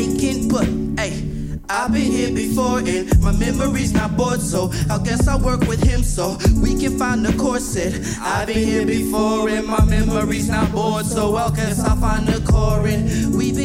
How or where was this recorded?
busy venue